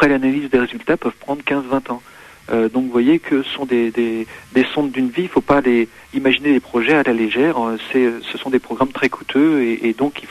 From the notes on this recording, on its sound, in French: Directeur du Parc aux étoiles à Triel sur seine (par téléphone).